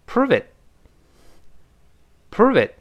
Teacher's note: 读快之后那个 t 失去爆破。做动作，舌尖顶住，憋住气，我们读快一点，体会一下。proveit。proveit。哎，这句话记住，我们常常说，证明给我看，拿出证据来，proveit，proveit，哎，这是个祈使句啊。然后第二个男孩就有点不高兴了，你这怎么证明？这